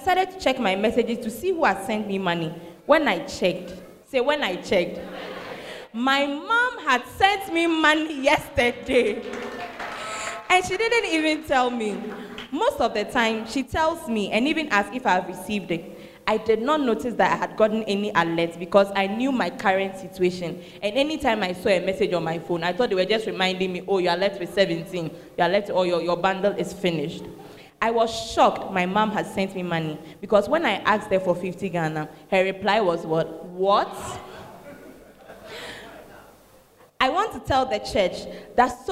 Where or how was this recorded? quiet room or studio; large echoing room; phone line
large echoing room